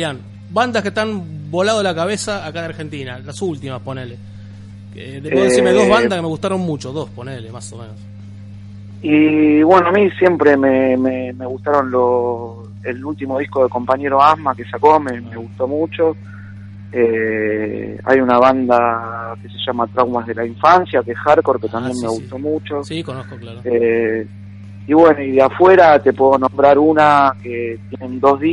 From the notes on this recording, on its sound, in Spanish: Entrevista telefónica